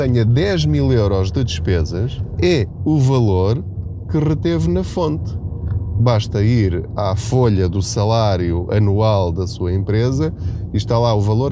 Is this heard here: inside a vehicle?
yes